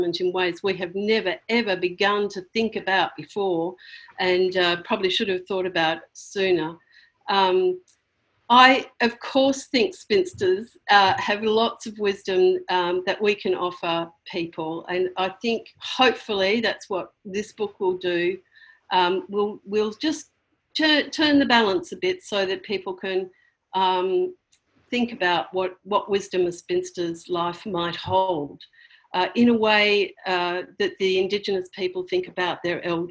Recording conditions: video call